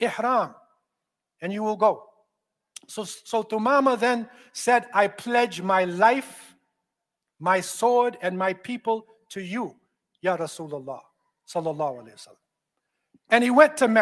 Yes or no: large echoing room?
yes